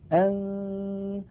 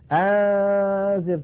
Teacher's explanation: غنة من الخيشوم تقريبا 70% أو 75% و20% أو 25% من الفم صوت أو سويت بسبب عدم انغلاق المخرج انغلاقا تاما · Shown in: first take · أن، وتكون الغلبة كما قلت بصوت الغنة لا كما نسمع · Term: إخفاء